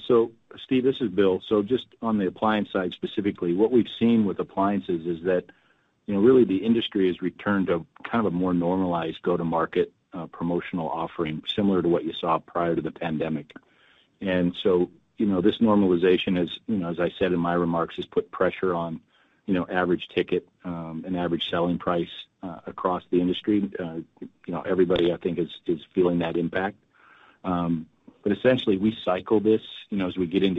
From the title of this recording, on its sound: Q2 2023 Earnings Conference Call